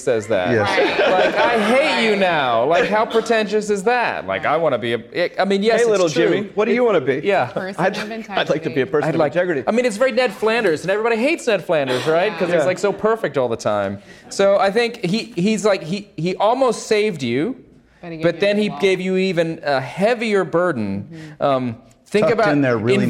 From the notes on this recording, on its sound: Recorded live at the 2019 Mbird Tyler Conference.